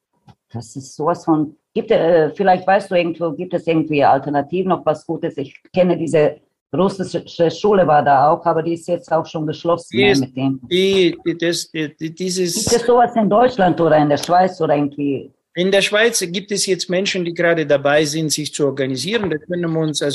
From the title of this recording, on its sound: Live Webinar